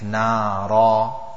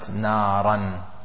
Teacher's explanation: when we stop, we will recite one alif, nara, not naran · Shown in: first take